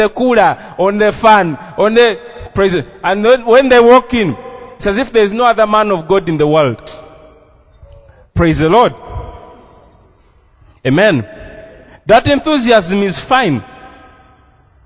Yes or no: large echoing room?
yes